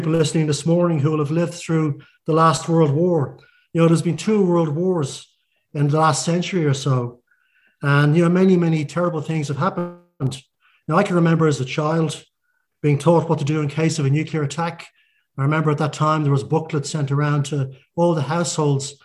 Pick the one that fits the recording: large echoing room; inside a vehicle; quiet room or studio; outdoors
large echoing room